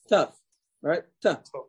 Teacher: the letter taf only comes from the edge of your tongue on and attaching to your palate